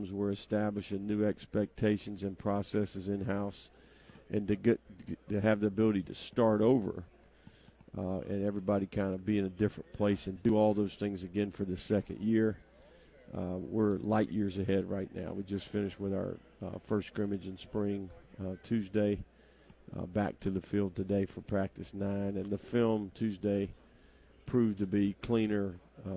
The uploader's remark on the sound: LIVE from Pro Day